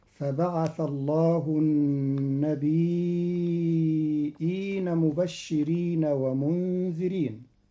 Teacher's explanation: قرأ قالون كلمة النبيين بتخفيف الياء ساكنة مع همز بعدها تبعا للأصل، فتصير هكذا: فبعث الله النبيين مبشرين ومنذرين.